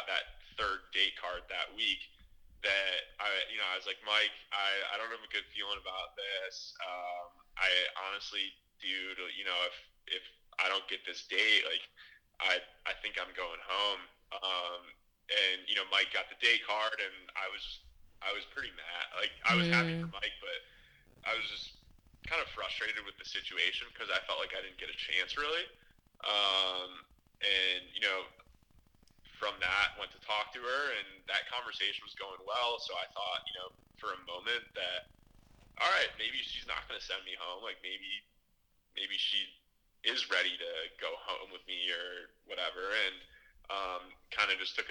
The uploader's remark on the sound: we do a 45 minute phone interview